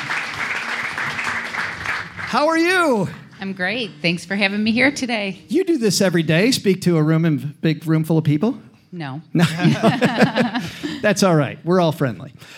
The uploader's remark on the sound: Recorded live in Detroit, Michigan, to round out our three-city tour! It's a super episode with our liveliest crowd of the three shows (sold out show!).